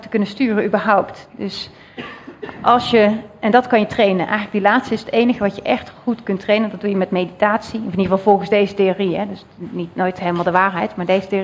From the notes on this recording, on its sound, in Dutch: 1 Uur Over… is een live gespreksprogramma dat werd opgenomen in de Serre van de Botanische Tuinen in Utrecht.